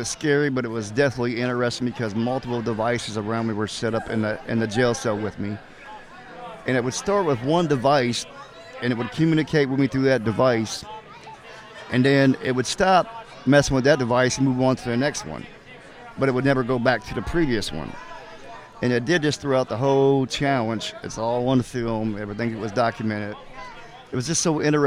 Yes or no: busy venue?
yes